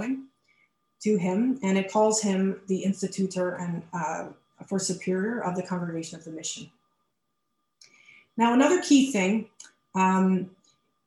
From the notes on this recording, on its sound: A webinar lecture